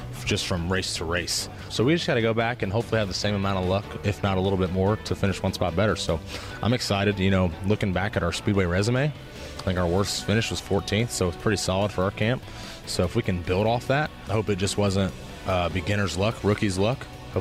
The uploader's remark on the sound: Live from Daytona Outback. Listen to our broadcast from Daytona Beach, Florida with the stars of NASCAR.